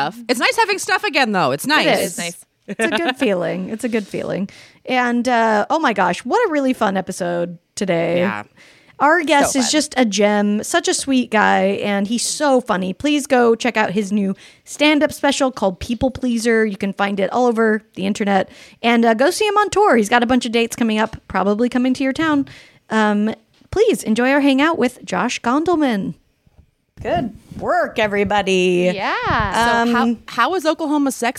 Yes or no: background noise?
no